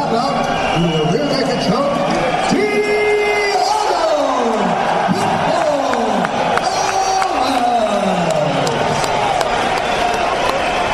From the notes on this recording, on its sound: live reaction from octagonside at the LG Arena in Birmingham for UFC 138